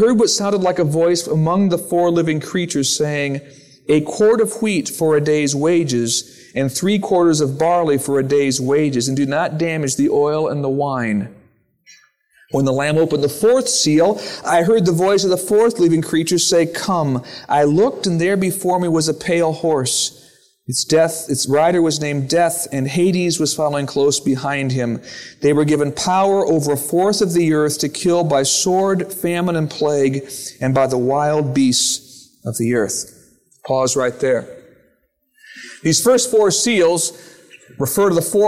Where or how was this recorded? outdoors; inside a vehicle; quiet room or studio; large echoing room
large echoing room